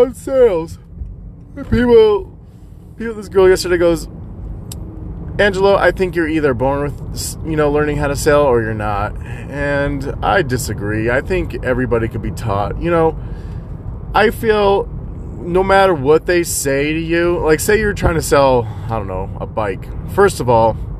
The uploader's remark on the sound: Rambling in the car while driving to gym.